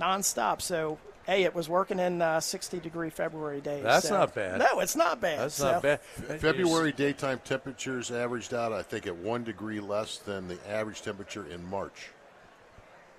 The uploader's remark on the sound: live from the Home and Garden Show